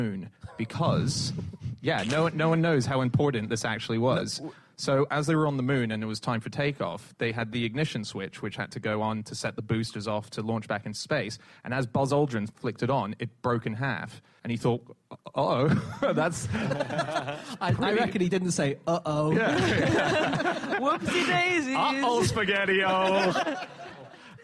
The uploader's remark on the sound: Live from The Edinburgh Festival